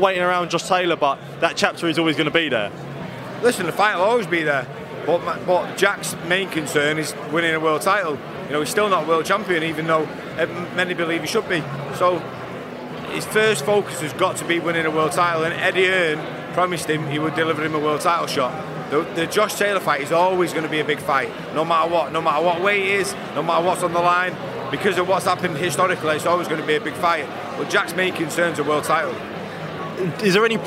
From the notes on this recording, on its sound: at the Premiere of new Sky Documentary 'HATTON'